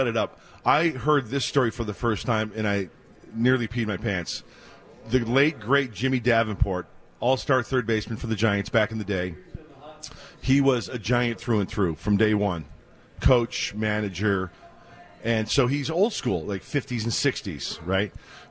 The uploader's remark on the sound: Live From Fantasy Camp!